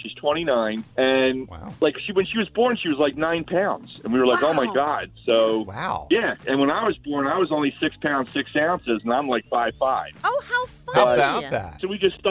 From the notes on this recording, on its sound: listeners call